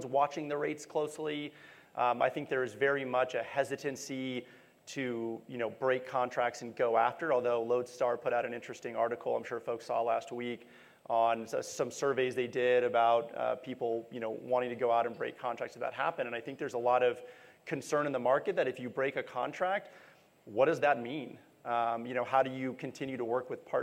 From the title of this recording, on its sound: NRF 2022 Panel Session